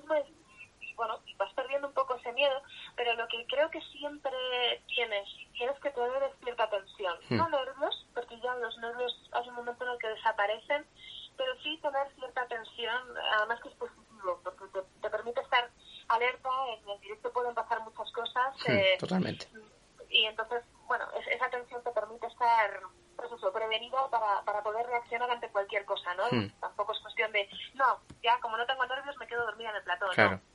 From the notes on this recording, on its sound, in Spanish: En TriYournal hemos podido tener una más que interesante conversación telefónica con ella.